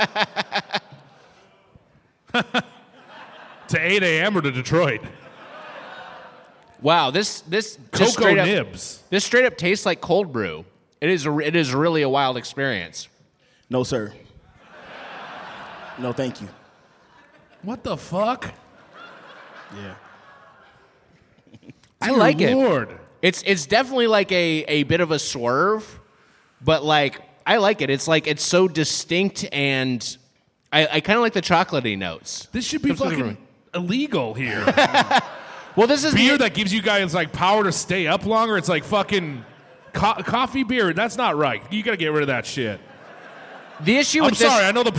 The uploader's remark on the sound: Recorded live at Turner Hall Ballroom in Milwaukee.